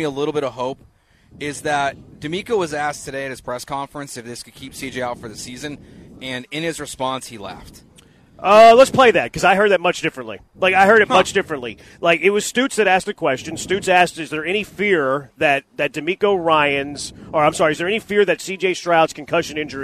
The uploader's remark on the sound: LIVE from The Decoy!